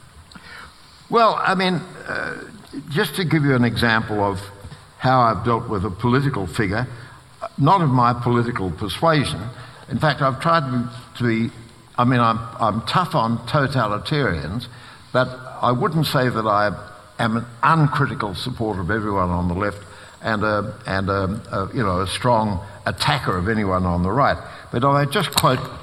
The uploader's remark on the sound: This is a live recording from our event.